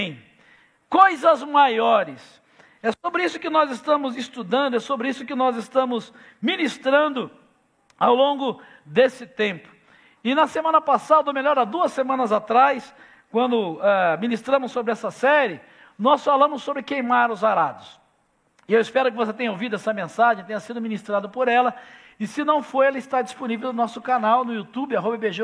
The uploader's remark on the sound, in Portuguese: Celebração ao vivo